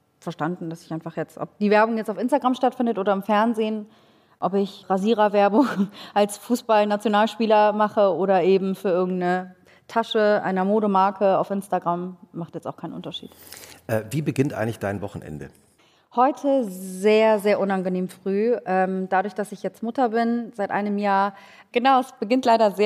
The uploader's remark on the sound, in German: Die live auf dem ZEIT ONLINE Podcast-Festival aufgezeichnet wurde.